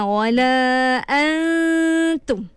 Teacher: Kita sembunyikan makhraj dia tapi kita kekalkan dia punya sifat pada nun tu. · Term: ikhfa